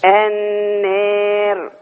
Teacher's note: طول ما الألف مقللة يبقى الراء هتترقق كمان · Term: إمالة صغرى